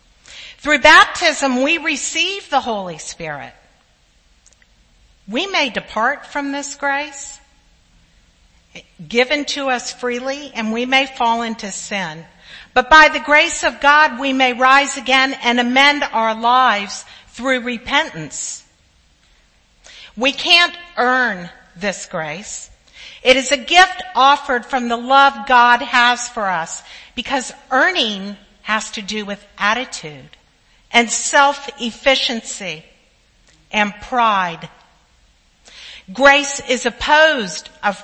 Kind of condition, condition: setting, large echoing room